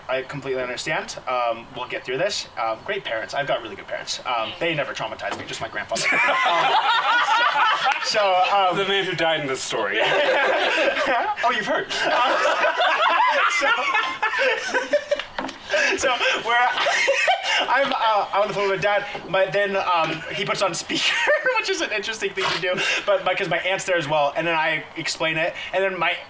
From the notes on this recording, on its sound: The Live Show. LIVE from Denver!! Filmed and recorded in our friend's backyard.